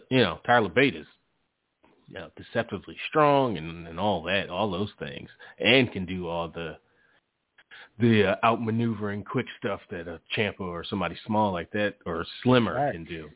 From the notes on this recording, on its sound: Live calls. Leave a voicemail to be played on-air.